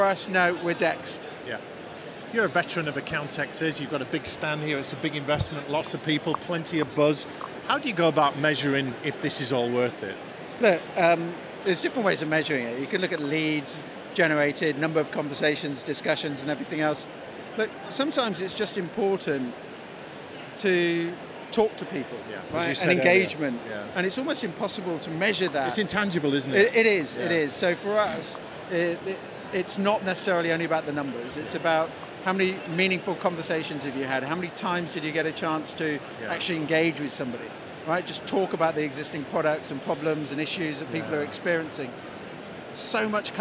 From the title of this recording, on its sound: Event Special - Accountex 2023 Live Interviews